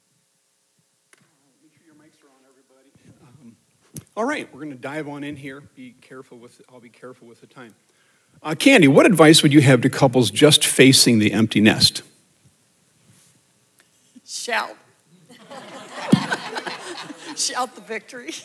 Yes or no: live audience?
yes